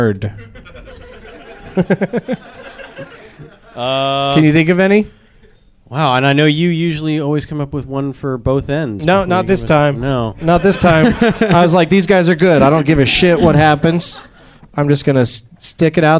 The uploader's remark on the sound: Live from Flappers Comedy Club in Burbank